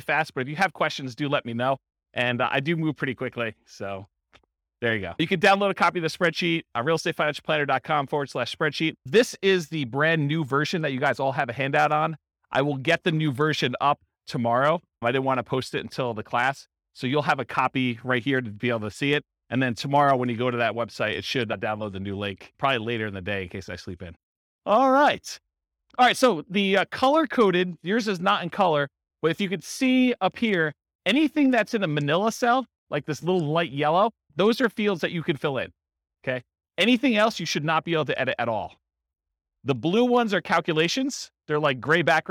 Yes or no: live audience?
yes